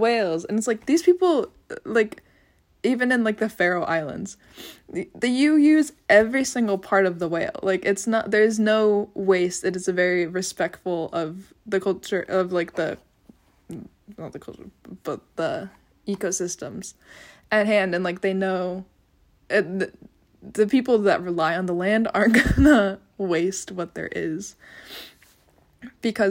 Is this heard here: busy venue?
no